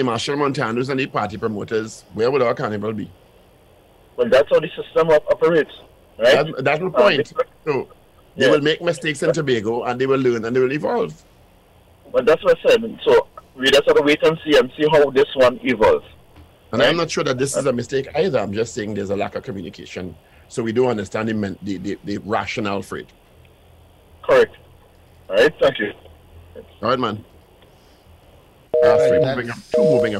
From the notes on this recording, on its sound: During this hour we take calls from our audience